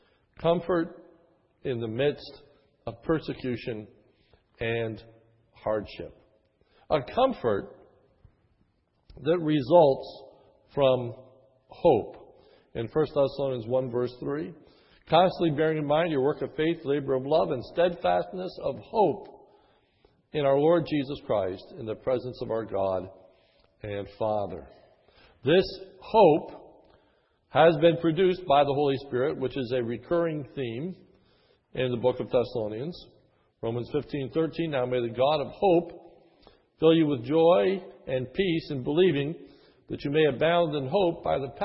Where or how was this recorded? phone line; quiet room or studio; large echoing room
large echoing room